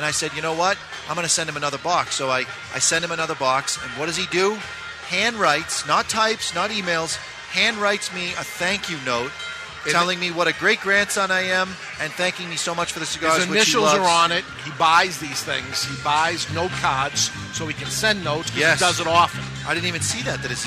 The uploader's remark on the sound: We're live at the Rocky Mountain Cigar Festival 2013